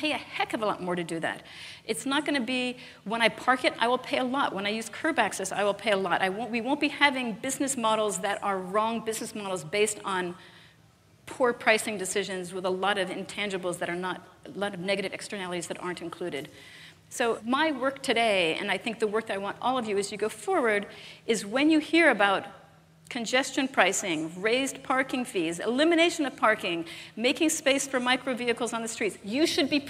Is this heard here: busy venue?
yes